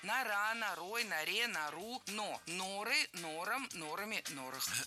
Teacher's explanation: «Нору» – это правильно, а вот «нору» все-таки говорить не стоит. Перед нами существительное, в котором ударение в единственном числе падает на окончание, а во множественном – на корень.